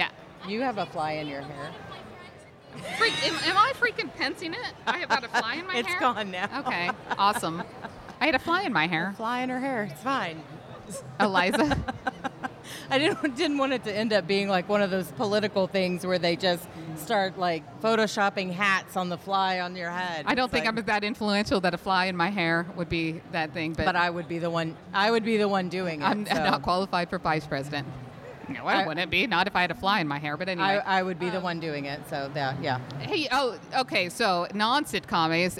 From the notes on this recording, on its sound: We are coming to you LIVE from Comicpalooza 2021 with a show from the floor. The audio isn't up to our usual standard since it was recorded on the convention floor next to other panels.